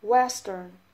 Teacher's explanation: western دو تا سیلاب هست، سیلاب اولش underline شده، یعنی این سیلاب با شدت بیشتری تلفظ میشه · Term: استرس کلمات